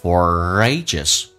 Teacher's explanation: For 跟 ages 有一个连音叫 For ages. R 跟 A 连在一起， A 这个发音要饱满一点，打开口腔，哎，再发诶，叫 A for ages.